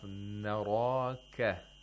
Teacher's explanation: The ra has tafkhim, and it's right in between two letters of tarqiq.